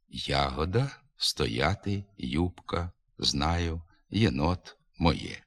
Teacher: На початку слова та у позиції після голосних буквами я, ю, є передається по два звуки. Перед а, у, е вимовляється ще звук й.